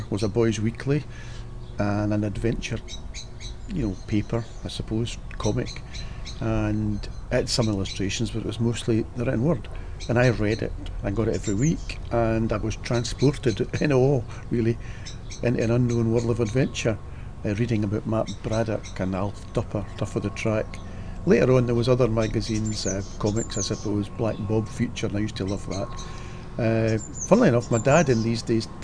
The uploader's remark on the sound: Recorded in the great outdoors in compliance with the pandemic public health rules.